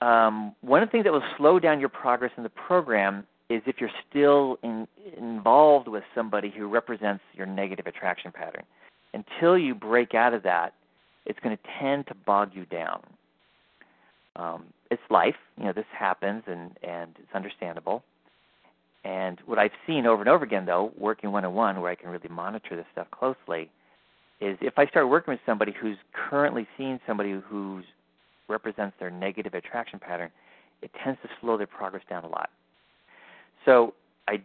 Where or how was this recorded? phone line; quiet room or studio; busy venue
phone line